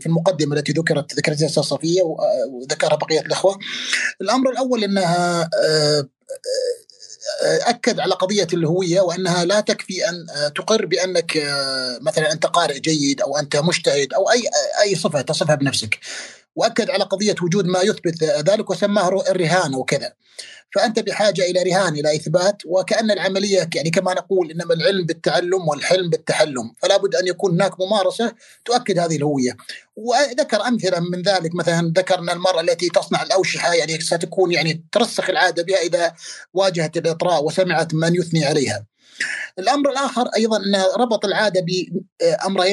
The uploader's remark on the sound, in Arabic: تسجيل لمساحة ابن رشد الأسبوعية على منصة تويتر